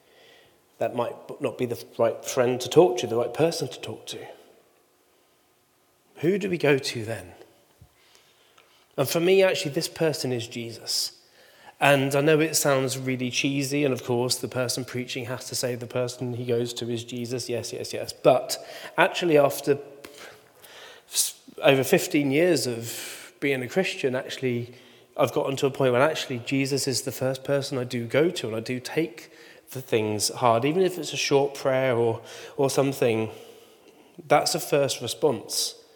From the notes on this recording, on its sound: Recording from Immanuelskyrkan Skövde.